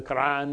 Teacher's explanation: The, the Quran, of course, and this used to be written sometimes with K O R, it's the same word. This is a little bit closer to the Arabic with the, the glottal stop